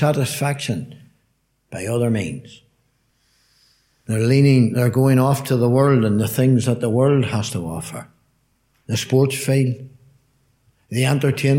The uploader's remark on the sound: Gospel Audio from Ballyclare Gospel Hall